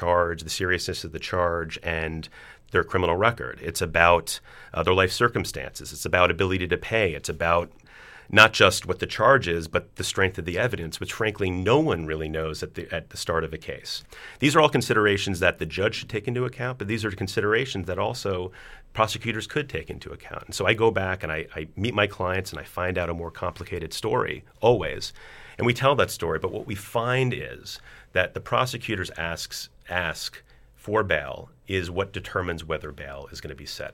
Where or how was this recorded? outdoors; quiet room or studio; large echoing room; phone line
quiet room or studio